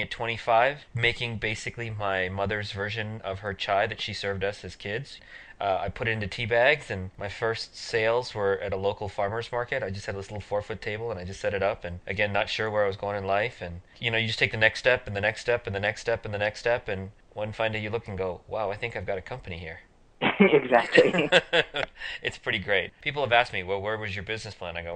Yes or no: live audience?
no